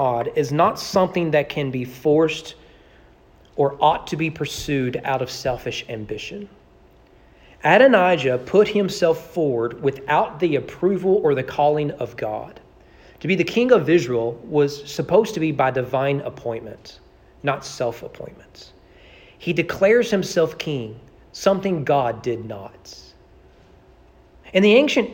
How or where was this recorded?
large echoing room